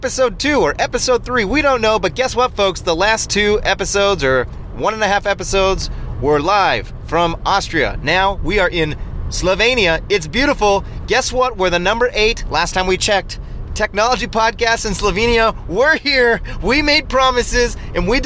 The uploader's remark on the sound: record live from Slovenia while driving